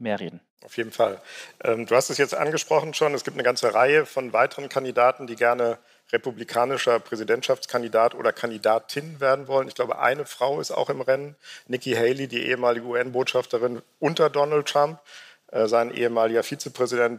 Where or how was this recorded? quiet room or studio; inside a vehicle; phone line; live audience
live audience